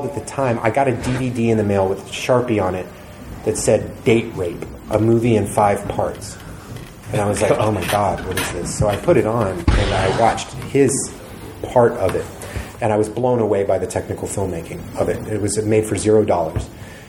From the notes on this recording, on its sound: 666 Grimmfest Interviews Part 4. The feature lengh on stage chat. Grimmfest October 2022 was such a fun experience.